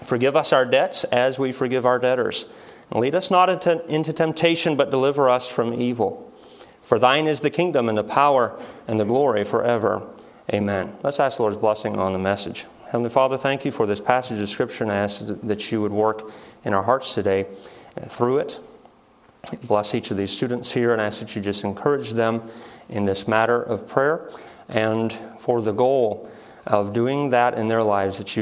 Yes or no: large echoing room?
yes